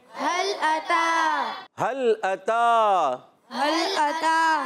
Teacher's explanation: تا پر کھڑا زبر ہے تا کو ایک الف کھینچنا ہے